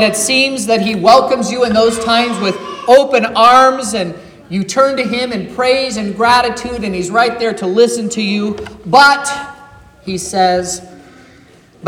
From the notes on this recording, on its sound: This is the sermon preached at Trinity Lutheran Church in Vallonia, Indiana.